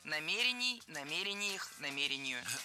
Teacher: Правильно – намерение, намерений. Ударение в этом слове ставим на второй слог и не меняем это ударение при изменении слова. Намерений, намерениях, намерению.